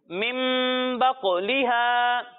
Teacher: نون ساکن یا تنوین کو میم سے بدل دیں گے · Term: اقلاب